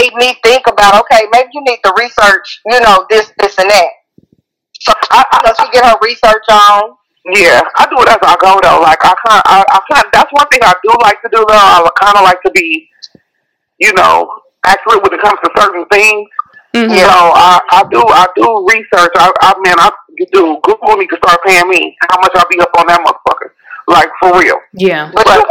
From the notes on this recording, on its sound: On the phone interviewing authors